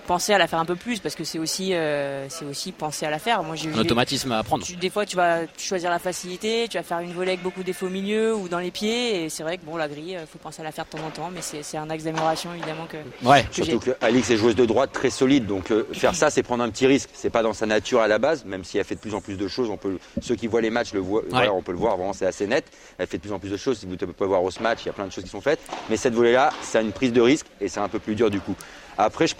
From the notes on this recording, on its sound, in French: Viva Padel en direct du Human Padel Open à Toulouse.